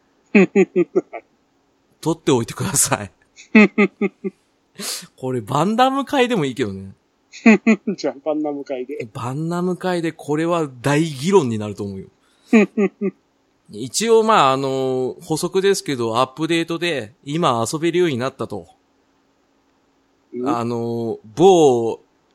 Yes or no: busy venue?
no